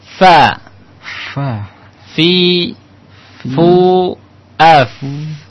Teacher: untuk fa adalah tempatnya di perut bibir bawah, di bibir, di ada perutnya dia, kemudian tempelkan dengan gigi seri atas.